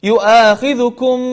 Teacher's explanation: أطبقنا الشفتين لإظهار حرف الميم، والمرحلة الثانية أخرجنا الغنة من الخيشوم بمقدار حركتين